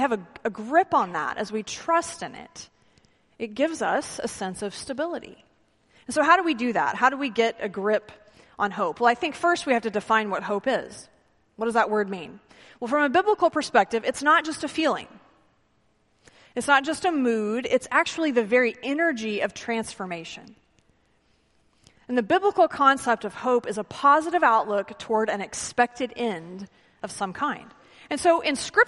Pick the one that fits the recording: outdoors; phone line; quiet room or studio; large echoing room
large echoing room